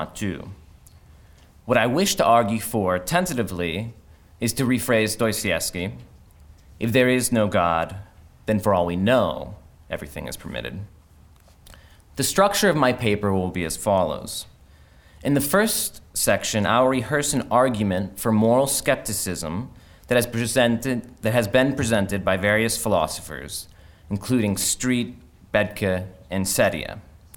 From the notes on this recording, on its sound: Conference at Franciscan University of Steubenville.